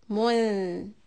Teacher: for the mim dhamma mu, you are rounding your lips and then flatten it for the noon. Because noon is in a sukoon state.